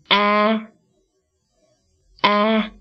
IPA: æ